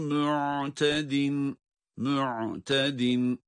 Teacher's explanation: Ayn harfini boğazın ortasına çıkarıyoruz